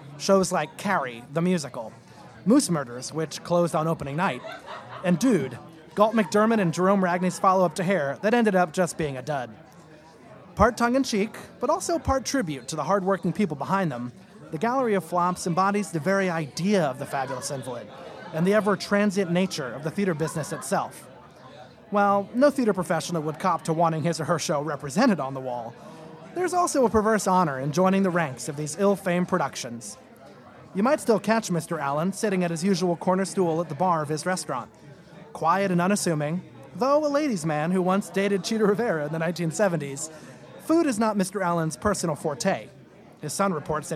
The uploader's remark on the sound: Coming to you live from Orso restaurant. While we eat some great food.